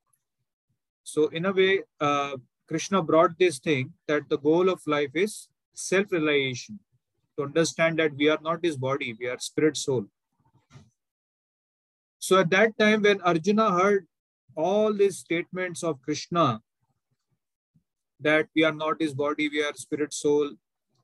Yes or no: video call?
yes